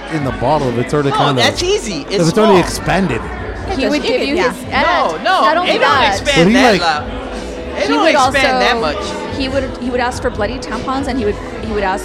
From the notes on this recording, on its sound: On this week's episode, in honor of our accomplishment, we recorded live at 'The Old Sheep Dog Brewery'.